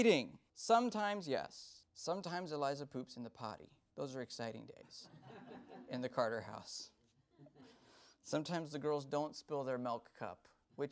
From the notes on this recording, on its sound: This sermon was delivered IN PERSON since the beginning of the Corona Virus pandemic.